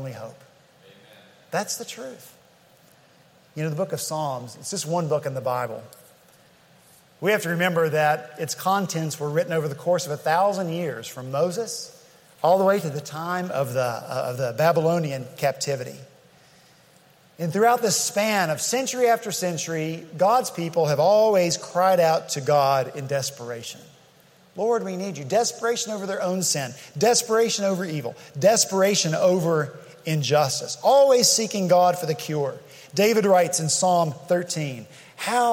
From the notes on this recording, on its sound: At Redeemer Presbyterian Church in Charleston, SC